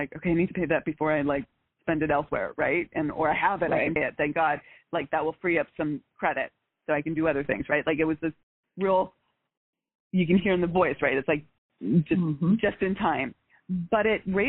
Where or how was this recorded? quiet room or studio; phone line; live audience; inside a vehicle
phone line